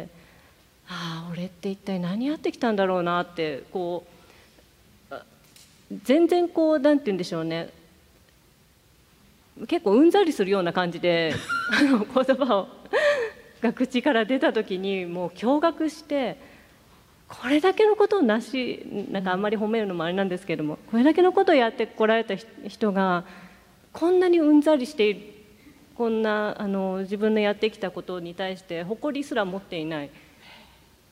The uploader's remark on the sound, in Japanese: 横浜市立図書館100周年記念講演会。横浜市立図書館100周年を記念して行われた講演会。